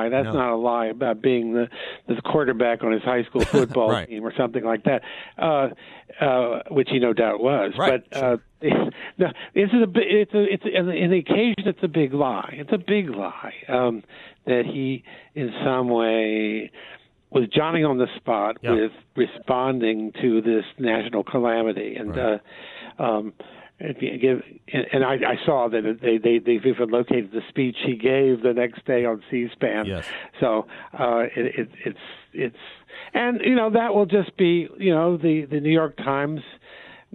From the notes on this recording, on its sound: by phone for the full radio hour